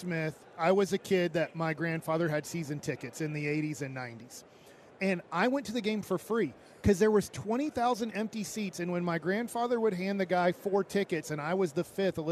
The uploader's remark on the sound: LIVE from Radio Row